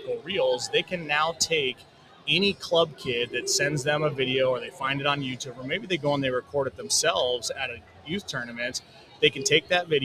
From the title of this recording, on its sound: Live From the AVCA Convention in Tampa, Florida